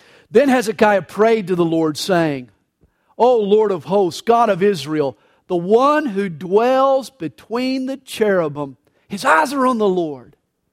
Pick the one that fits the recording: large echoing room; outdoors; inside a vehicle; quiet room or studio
large echoing room